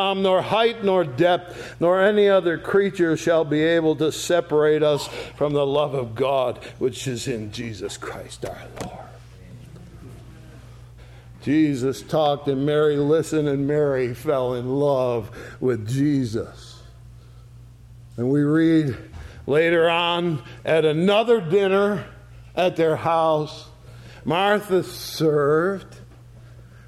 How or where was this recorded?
large echoing room